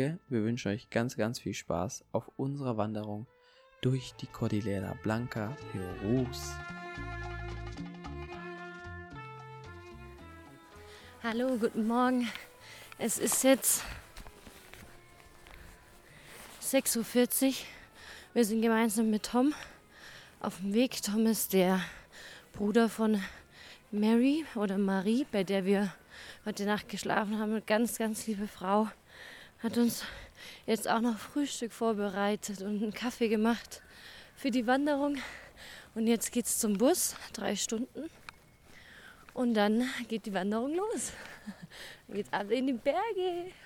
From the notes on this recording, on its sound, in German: Wir haben den Santa Cruz Trek 4 Tage lang durch die Cordillera Blanca gemacht. Wir haben dich einmal live bei unsere Wanderung mitgenommen.